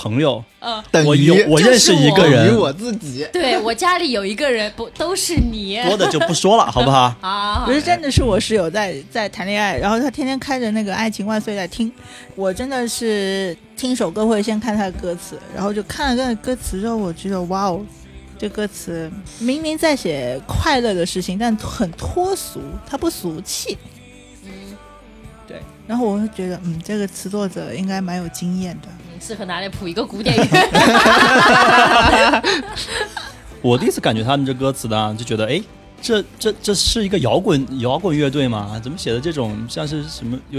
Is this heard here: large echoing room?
no